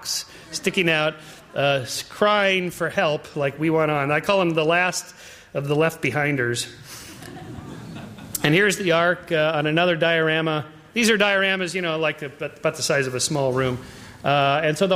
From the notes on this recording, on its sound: Talk presented by the Division of Biological Sciences and the Helen Edison Lecture Series at the University of California, San Diego.